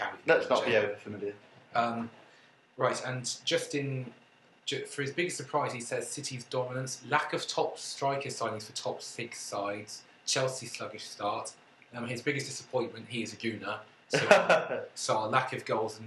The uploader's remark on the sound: left the mic at home so we apologise for the sound quality of this one and the brief interlude at 26 mins where the track breaks up.